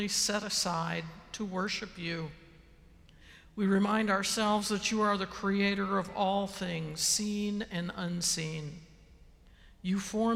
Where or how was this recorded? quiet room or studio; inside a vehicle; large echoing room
large echoing room